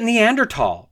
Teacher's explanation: I like the hard T sound rather than the TH sound because it sounds more intellectual and it's more fun to say that way.